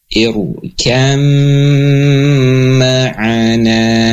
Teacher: Dan huruf ba-nya hilang, masuk ke dalam huruf yang kedua, ke dalam huruf mim. · Term: idgham dengan gunnah